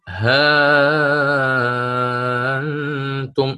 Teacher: ورش ما يقرأ بإثبات الألف قبل الهمز، يعني ها وبعدين همزة، لكن سيقرأها بالإبدال، فيقرأ ها أنتم، تمام، يقرأها كيف قلت الآن، ها أنتم، يعني هكذا، ما عنده همزة أصلا.